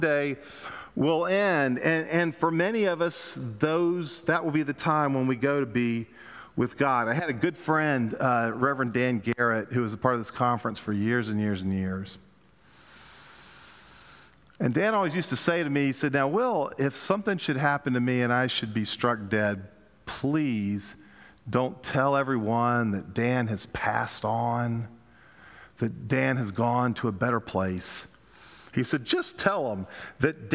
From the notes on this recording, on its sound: Pender UMC Contemporary Worship Sunday November 27, 2022 at 11:15 am